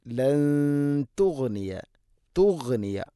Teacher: സാക്കിന നൂന് ശേഷം ത ഇഖ്ഫാവും ബിഗുന്ന അവ്യക്തമാക്കി മണിക്കണം.